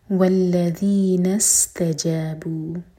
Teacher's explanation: سین کی آواز آنی چاہیے کلیئر سیٹی والی آواز